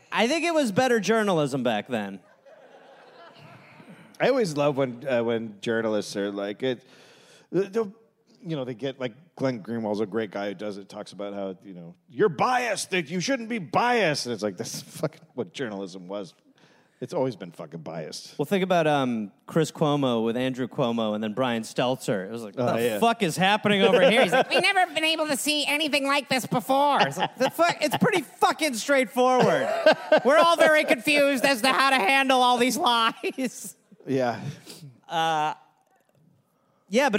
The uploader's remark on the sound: Recorded live in San Francisco.